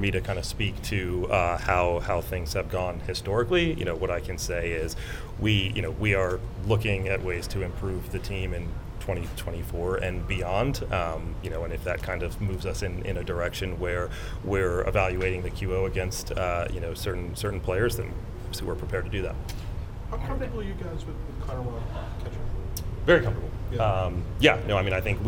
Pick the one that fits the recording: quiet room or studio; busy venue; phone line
busy venue